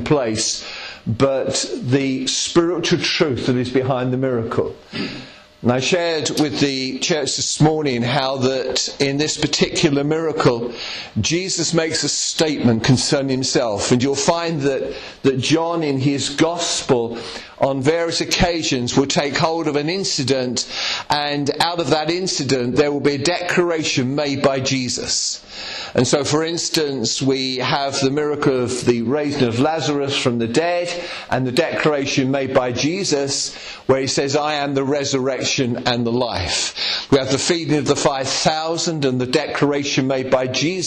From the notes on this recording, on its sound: Estuary Elim Church Ashingdon Evening Service. At Estuary Elim Ashingdon.